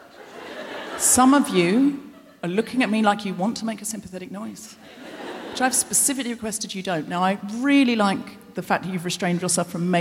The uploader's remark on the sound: Recorded 7 March 2020 at The Royal Festival Hall in London.